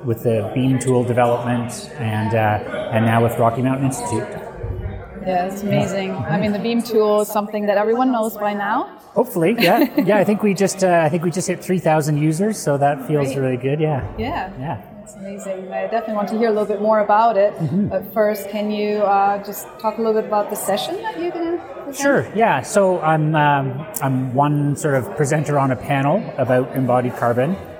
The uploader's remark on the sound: recorded at the Passive House Network Conference